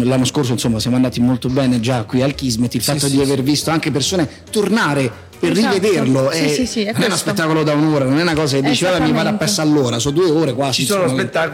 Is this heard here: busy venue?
yes